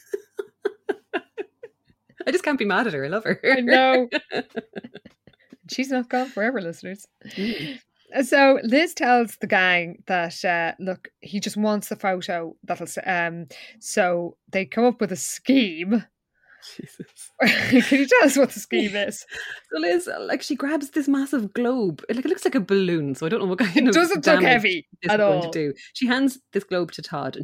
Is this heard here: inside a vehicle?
no